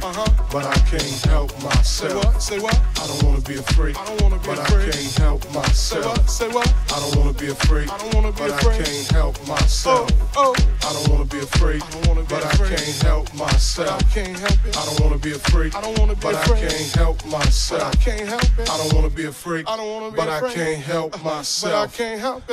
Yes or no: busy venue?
yes